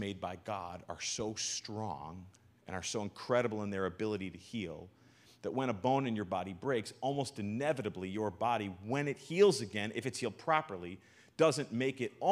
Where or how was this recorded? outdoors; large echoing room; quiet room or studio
large echoing room